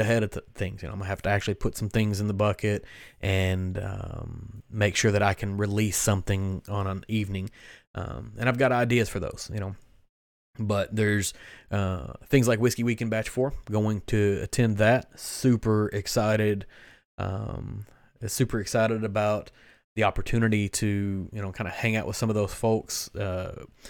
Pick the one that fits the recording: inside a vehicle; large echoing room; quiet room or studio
quiet room or studio